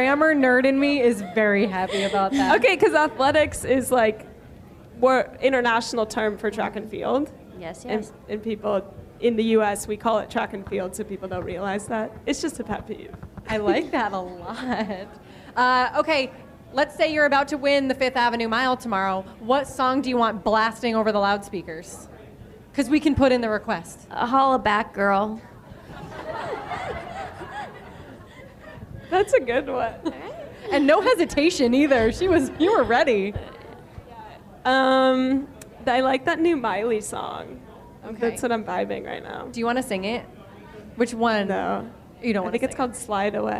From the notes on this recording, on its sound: Joined me for a live show. At New York Road Runners's second annual RunnerCon event the day before the New Balance Fifth Avenue Mile.